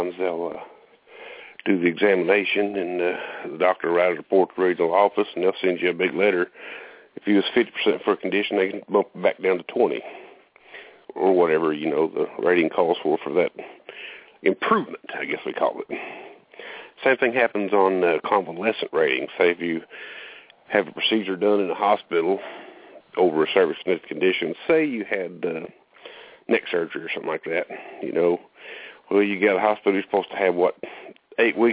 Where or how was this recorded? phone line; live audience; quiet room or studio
phone line